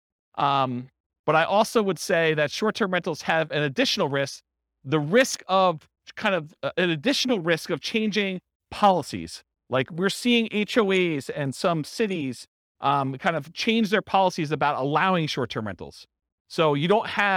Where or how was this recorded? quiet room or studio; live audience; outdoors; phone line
live audience